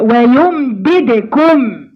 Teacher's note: الدال الاول مكسوره صح، والثانيه ايه؟ ساكنه، يبقى هنقلقلها